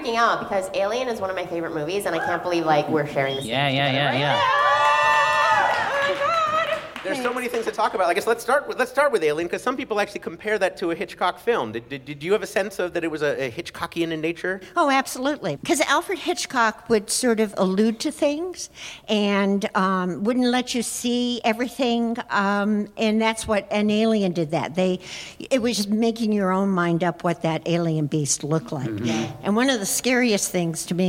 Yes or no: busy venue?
yes